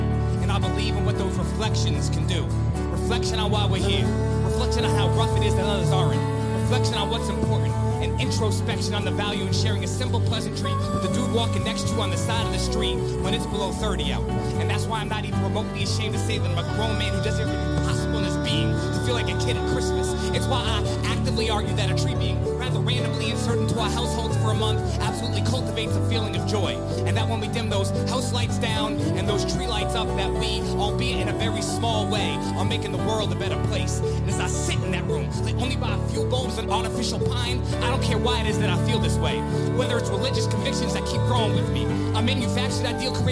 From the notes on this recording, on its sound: LIVE FROM BRAMBLE FEST. We recorded a very special Christmas party live at the 2023 Bramble Fest.